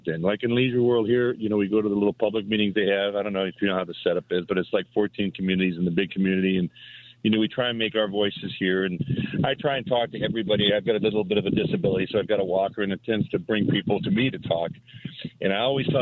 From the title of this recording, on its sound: Open Phone Friday